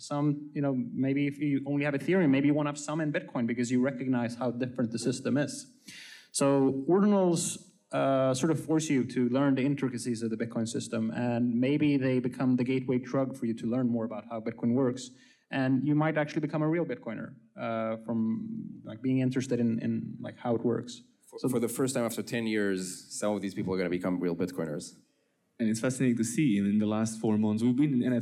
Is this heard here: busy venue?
yes